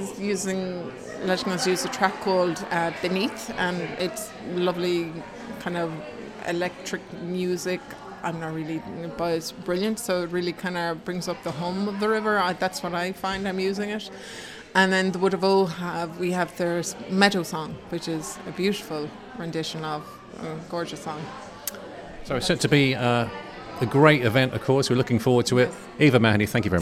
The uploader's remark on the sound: I went along to Mulcahy's Bar in town to the launch of this years Clonmel Junction Arts Festival to find out what's in store and talk to some of the people involved.